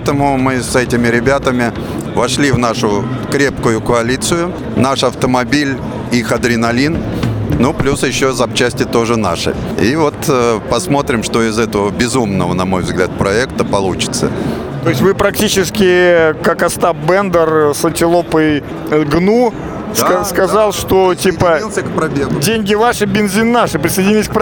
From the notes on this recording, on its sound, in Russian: Записано в мобильной студии радиостанции с 2 по 4 декабря в Экспоцентре на Красной Пресне (Москва).